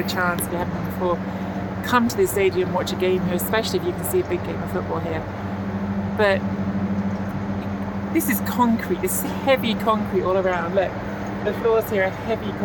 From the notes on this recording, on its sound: Live from the press box at the Stadio Giuseppe Meazza in San Siro, Milano, after an electric first leg of the Milan v Napoli Champions League quarter final tie.